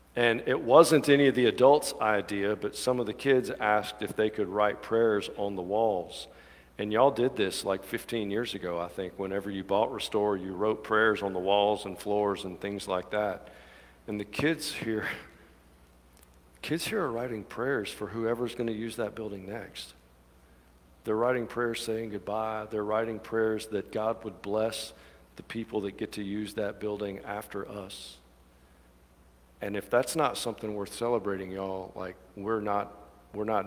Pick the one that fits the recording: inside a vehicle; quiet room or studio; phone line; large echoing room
large echoing room